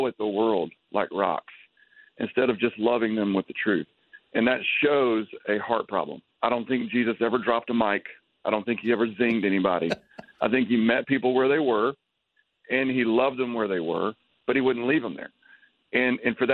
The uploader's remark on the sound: on the Batphone!